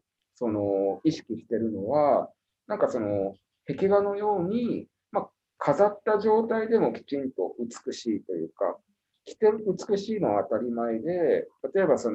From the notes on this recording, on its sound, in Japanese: Zoom」を使用して収録されました